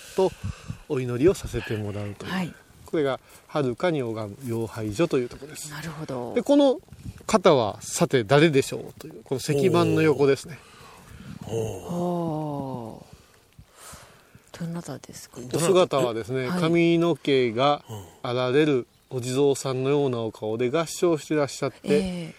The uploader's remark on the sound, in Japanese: 小雨交じりの霧が立ち込める中での収録でした。